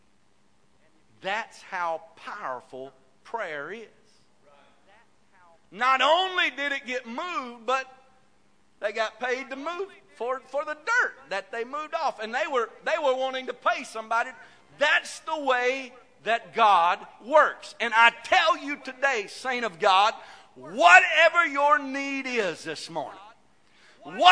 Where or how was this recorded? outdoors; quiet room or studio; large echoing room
large echoing room